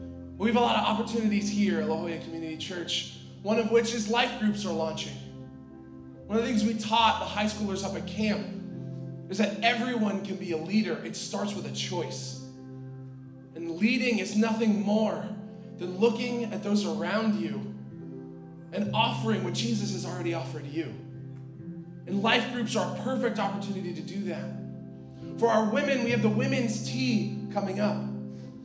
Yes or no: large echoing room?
yes